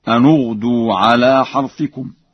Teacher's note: قرأها ورش بضم النون